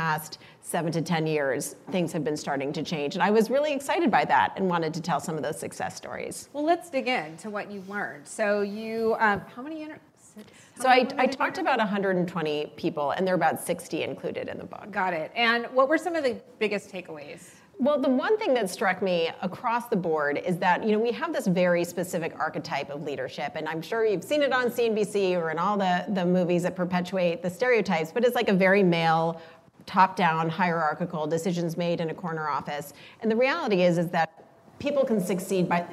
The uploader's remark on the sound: in front of a live, female-majority audience as part of Greylock's Iconversations speaker series